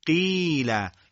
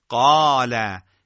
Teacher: مثلا قاله تفخیم ناشی از استعلا درش بیشتره تا فرض بکنیم قیله. در حالت کسر یا یا مدی قاف شما میبینید که تفخیم ناشی از استعلا کمتر از حالت الف مدی یا فتح هستش. قال، قیل. خود قاف ذاتن در واقع همون استعلا رو داره، کم و زیاد هم نمیشه.